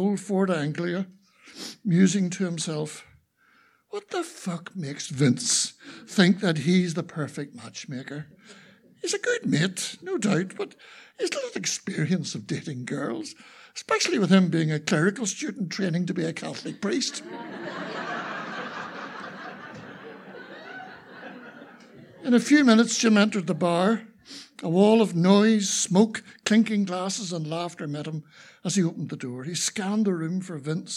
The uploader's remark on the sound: Recorded on 17 January 2024 in the Black Box, Belfast. Tenx9 is a live storytelling event where nine people have up to ten minutes each to tell a true story from their own life on a particular theme. It began in Belfast in 2011 in the Black Box.